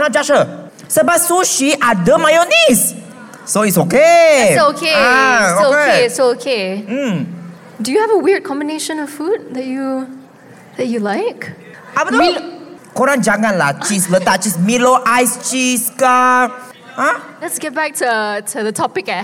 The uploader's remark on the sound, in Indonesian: Secara LIVE di Youth Empowerment Fair 2024